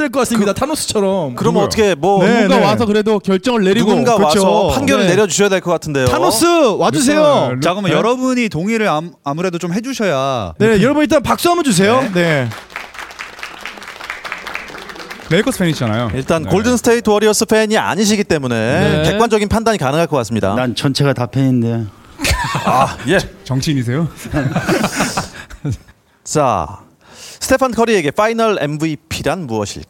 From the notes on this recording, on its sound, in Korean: 특별 공개방송 "웰컴투 서울버블" 2부